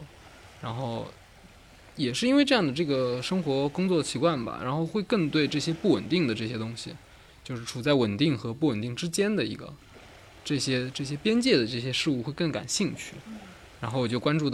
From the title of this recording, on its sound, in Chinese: 夏日海边对话